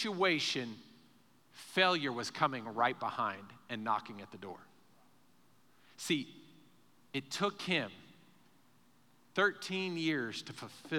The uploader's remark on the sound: Recorded live during our Sunday morning service